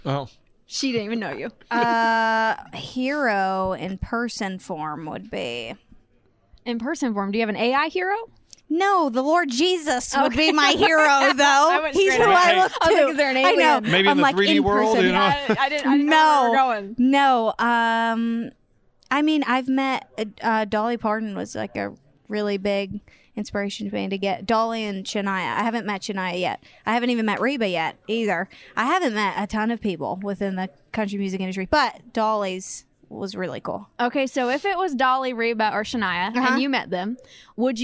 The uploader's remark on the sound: CMA Awards Backstage Interviews.